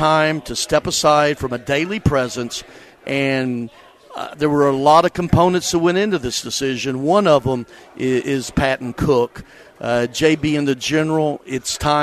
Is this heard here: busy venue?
yes